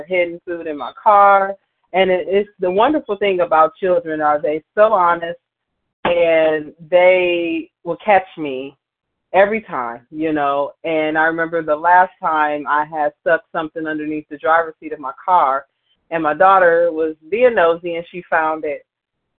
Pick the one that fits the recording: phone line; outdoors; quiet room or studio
phone line